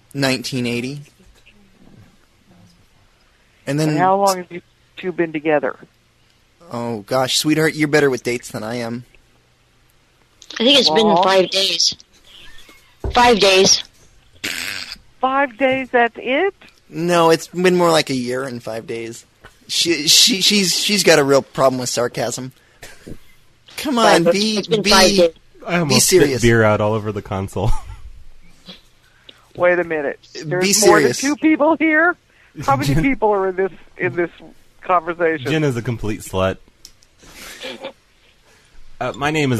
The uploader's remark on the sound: RBCP's Personal Prank Phone Calls Collection